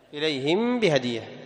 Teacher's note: طيب يا إخوة، قال الله جل وعلا: وإني مرسلة إليهم بهدية، يعني الشاهد إليهم بهدية، جاء بعد ميم الساكنة باء فاخفيناها · Term: الإخفاء